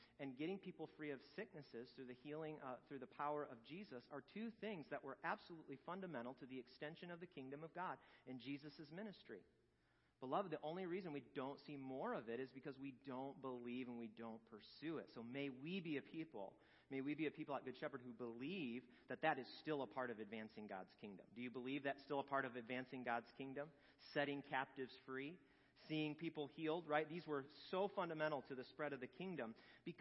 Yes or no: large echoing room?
yes